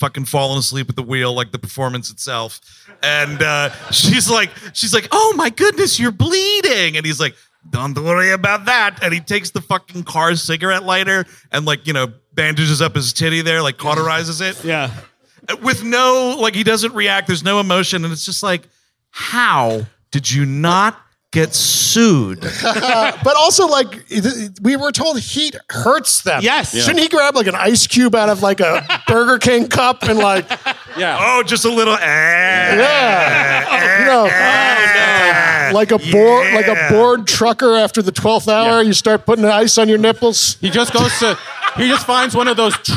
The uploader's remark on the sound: At CB Live in Phoenix, AZ. The guys were live in Phoenix.